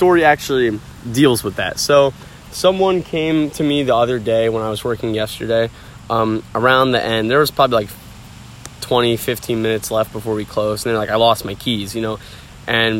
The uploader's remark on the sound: Sorry about any of the wind! It’s a windy day day today.